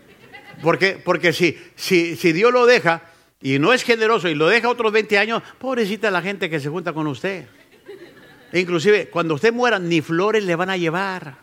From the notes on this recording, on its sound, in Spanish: Esta lección fue grabada en vivo durante las conferencias de “Liderazgo Enfocado” en la iglesia Centro Familiar Cristiano.